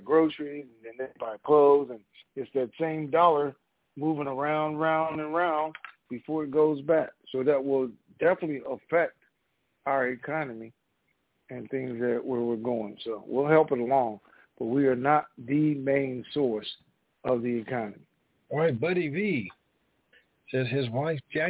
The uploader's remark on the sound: TNTSuperfantastic Conference Call